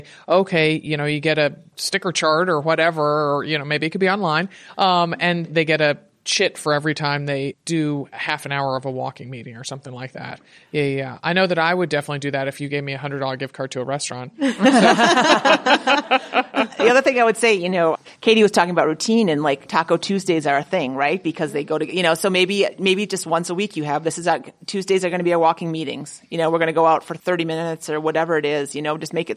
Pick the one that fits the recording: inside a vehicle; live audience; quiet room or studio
live audience